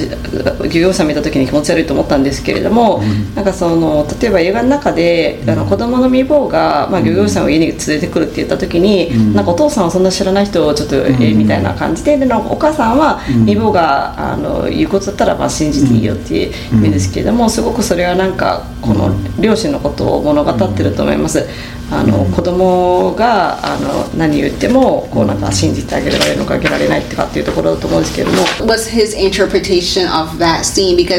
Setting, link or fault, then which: setting, busy venue